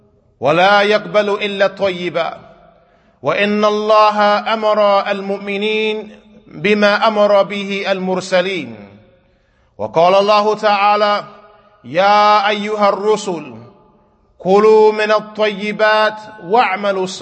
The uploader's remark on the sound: Kutbah given at Masjid Nur Allah, Queens, NY